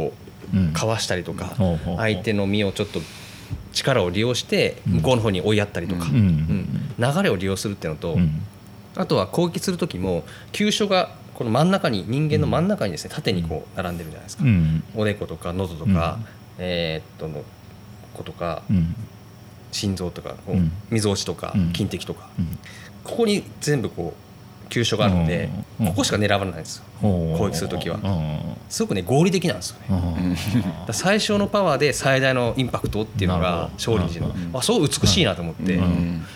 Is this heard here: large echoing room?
no